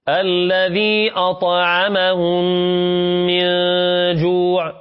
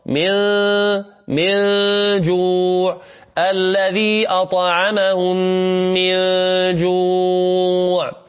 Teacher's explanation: حالة بين الإظهار والإدغام من غير تشديد مع بقاء الغنة · Term: الإخفاء